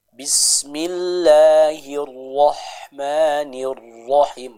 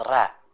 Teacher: Huruf ra harus sempurna vokalnya huruf o. · Shown in: first take · Contoh, bismillahirrahmanirrahim, bukan ra ya. · Term: vokal o